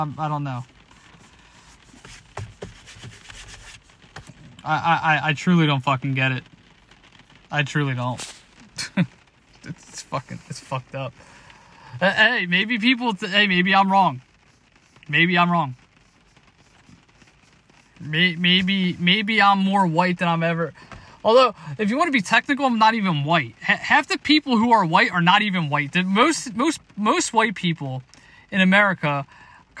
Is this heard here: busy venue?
no